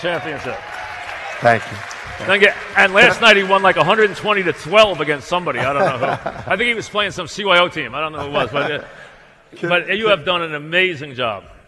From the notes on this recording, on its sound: Live at the Tilles Center